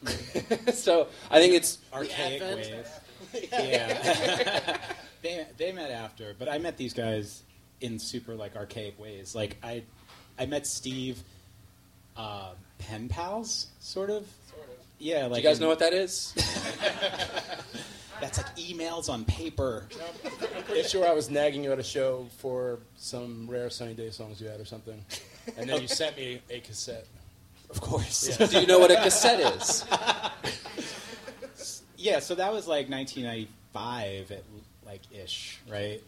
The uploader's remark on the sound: Live Podcast Taping from Brooklyn. This special episode taped live at Union Hall in Brooklyn.